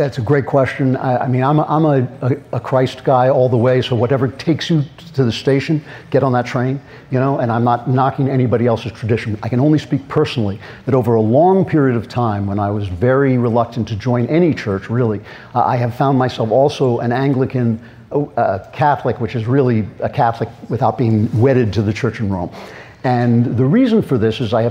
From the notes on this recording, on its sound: LIVE at YAF National Conservative Students Conference. Speaks live in front of a student audience at Young America's Foundation's 44th Annual National Conservative Students Conference held in Washington DC.